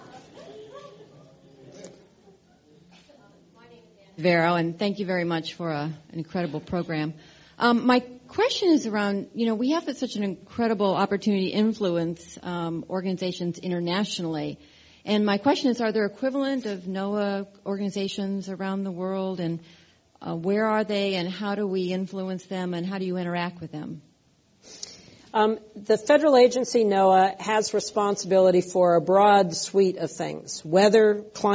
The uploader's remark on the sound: This program was recorded in front of a live audience at The Commonwealth Club of California.